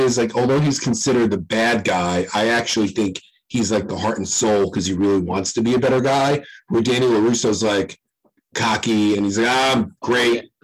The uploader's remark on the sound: The One With the Bad Audio